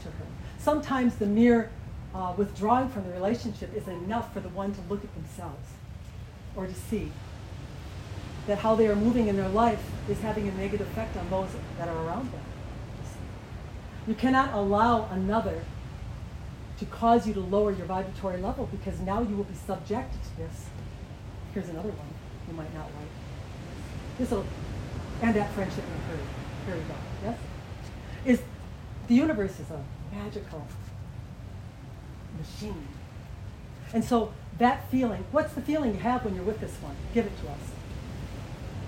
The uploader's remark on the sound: Turks and Caicos Group Session. Group Q&A while on vacation, apologies for background noise while outside.